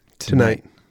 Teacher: You're putting the accent on the second syllable, mm-hmm. syllable, and that second syllable is like a short staccato night.